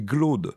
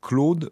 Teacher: Il en va de même de la prononciation de la lettre C qui, au XVIe siècle, comme au XVIIe siècle, était, rappelons-le, différente de la nôtre pour certains mots. Ainsi, on disait non pas « Claude » mais « Glaude », tout en l'écrivant avec un C